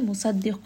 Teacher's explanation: مباركم، this is going to be a dhamm with ghunna. Sad here in مصدق is going to be heavy. Qaf is also heavy.